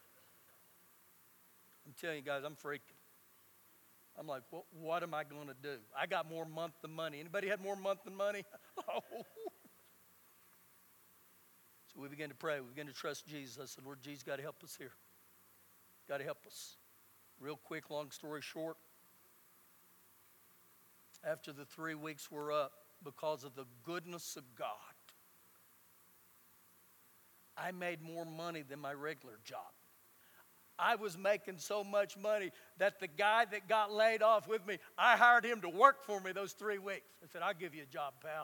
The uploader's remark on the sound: Recorded live during our Wednesday night service